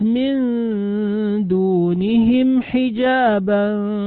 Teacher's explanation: الميم وقع بعدها حرف الحاء، والحاء من حروف الإظهار، فحكم الميم هنا الإظهار الشفوي